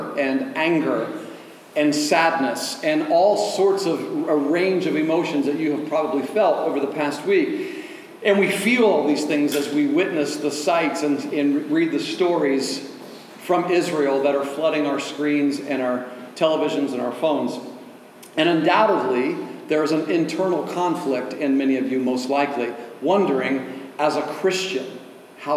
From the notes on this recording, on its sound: delivered at Oasis Church on October 15, 2023